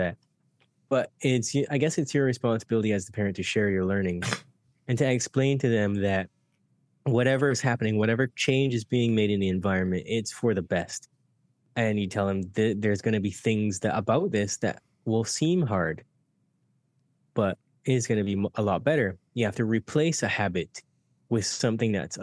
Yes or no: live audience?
no